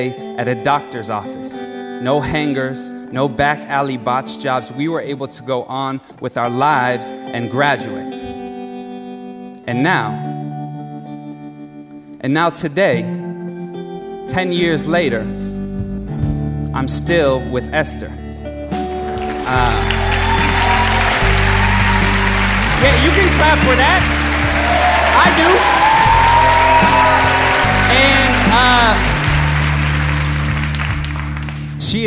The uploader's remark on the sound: Live at BAM